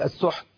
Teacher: ترك الهمس في التاء في كلمة السحت